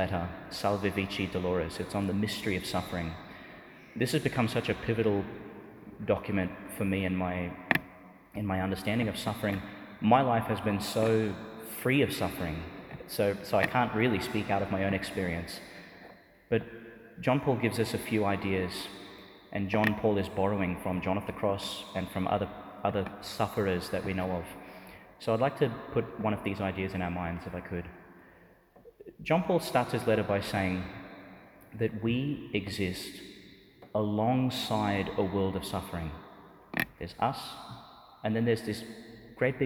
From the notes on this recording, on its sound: delivered in the Church of Saint Saviour Monastery, Jerusalem, Israel.